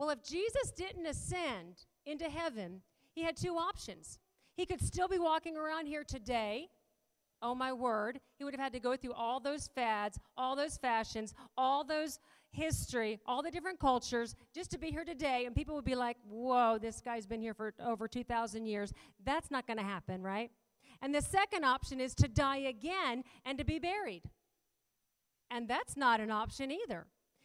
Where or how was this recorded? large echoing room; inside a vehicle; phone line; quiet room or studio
large echoing room